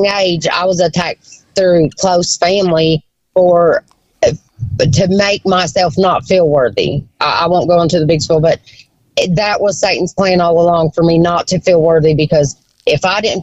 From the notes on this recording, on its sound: Call in episode. In this episode we get a few phone calls from listeners.